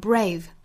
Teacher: 一个是前面的爆破音和后面的 r 辅音连缀，应该发 br。勇敢这个词发成 brave，不要发成 brave。